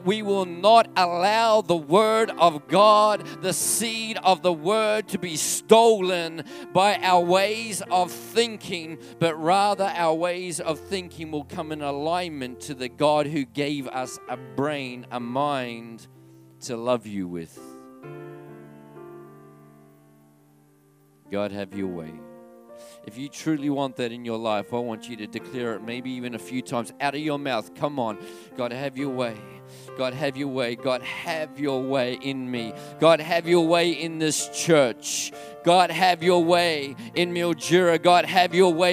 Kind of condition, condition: setting, large echoing room